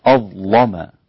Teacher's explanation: وورش غلظ اللام المفتوحة بعد ضاء ساكنة أو مفتوحة · Term: غلظ ورش اللام